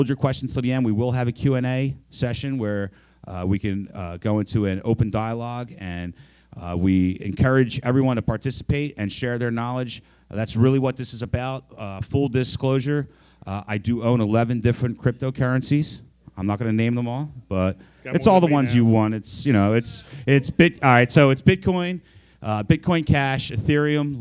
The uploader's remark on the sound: This week we present our MarketShare Podcast Live at Connie’s Ric Rac in Philadelphia’s Italian Market. At this month’s MarketShare MeetUp.